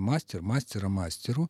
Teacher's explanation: в единственном числе основа сохраняет на себе ударение